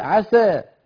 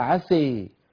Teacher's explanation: يقول عسى بألف ممالة إمالة قليلة، وهذا يقول عسي بإمالة كبيرة